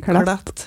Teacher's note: Den klatten ble litt større med tjukk L, kjente jeg.